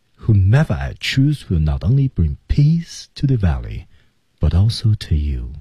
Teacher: Whomever I choose,停顿 will not only bring peace,停顿 to the valley.但是前面有点紧，说的时候。其实他说话的时候是前紧后松的一个节奏啊